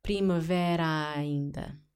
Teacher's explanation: So, two A's. Primavera is ending with an A. Ainda is starting with an A. So, pronounce one A as if it had an accent.